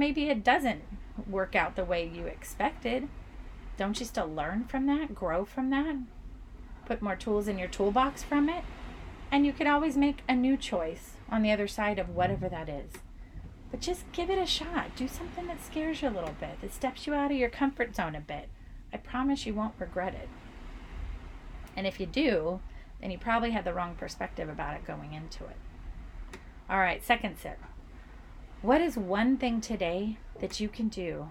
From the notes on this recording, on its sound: This episode was recorded aboard the beautiful Disney Dream while crossing the Atlantic Ocean. So, come sip with me to the sounds of the ocean.